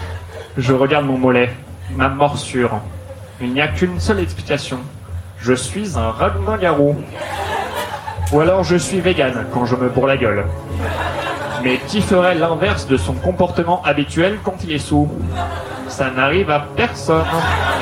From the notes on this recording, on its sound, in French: Enregistré en live et en public au One More Joke.